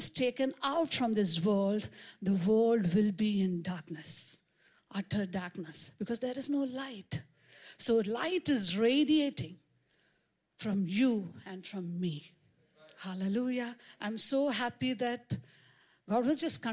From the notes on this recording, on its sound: preached on 26 March 2023 at Revelation Church.